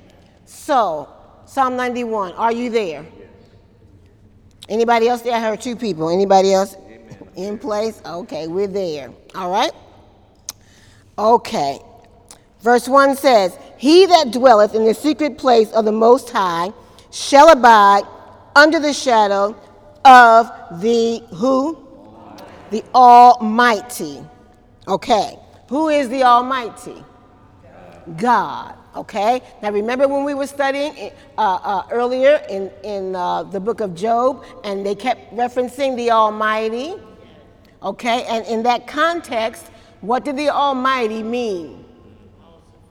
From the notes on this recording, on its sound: During Wednesday night service